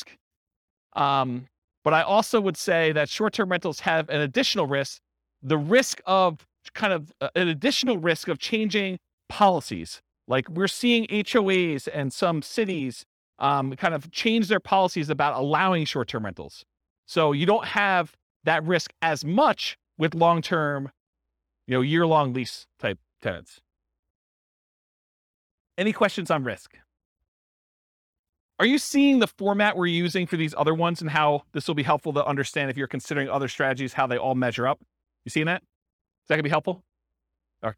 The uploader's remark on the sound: This was a live class recorded